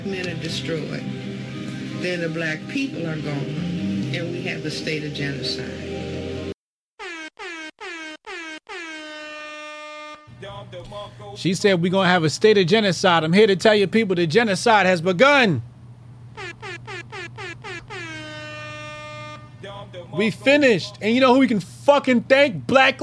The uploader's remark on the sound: The Grift Report (Call In Show).